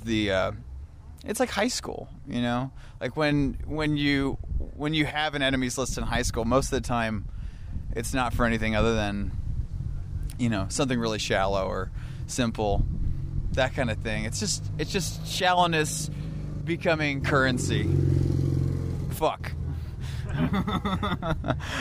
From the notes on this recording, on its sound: In the parking lot behind Vancouver Main Street landmark Red Cat Records. It was a windy fall day so we took refuge at a staircase behind the store. As his bandmates shivered in the wind.